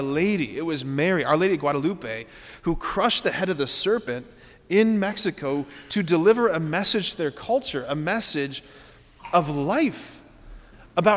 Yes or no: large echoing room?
yes